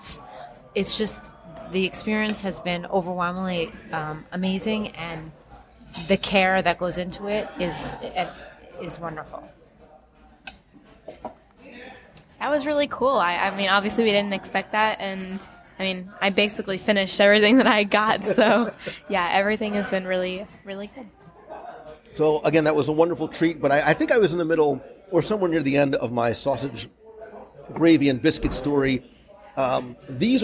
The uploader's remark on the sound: Live from Disney Springs. Recorded LIVE at Wine Bar George in Disney Springs.